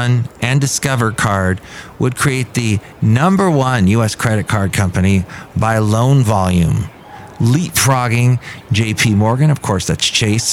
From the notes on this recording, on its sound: podcasts live from Café Anyway